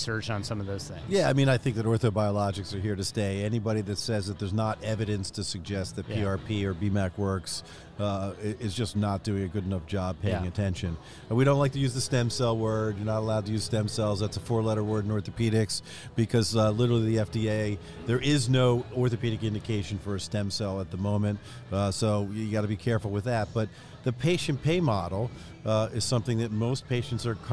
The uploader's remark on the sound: during the Orthopedic Summit meeting in Boston last month